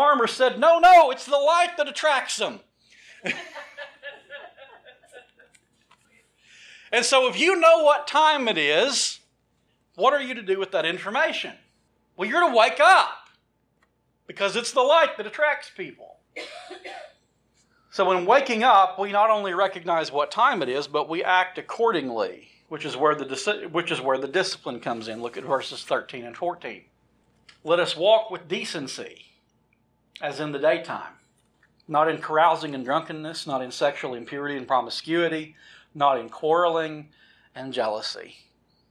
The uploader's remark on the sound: This sermon was recorded from the pulpit of Mars Hill Cumberland Presbyterian Church in Pottsville, Arkansas.